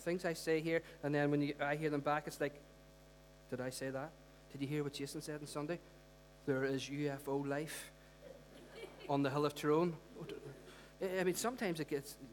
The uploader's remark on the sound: Recorded at our Storehouse Venue on 25th March 2018.